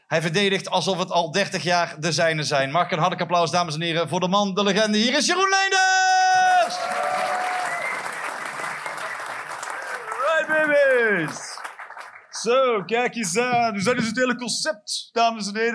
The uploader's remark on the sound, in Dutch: Live 30 September 2023, Cc De Werft, Geel.